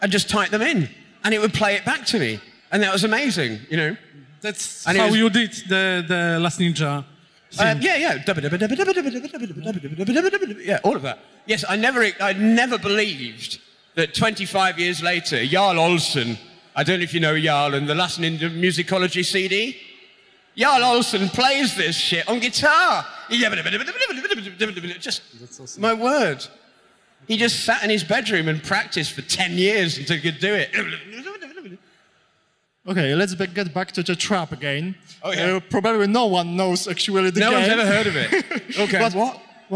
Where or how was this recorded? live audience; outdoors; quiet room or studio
live audience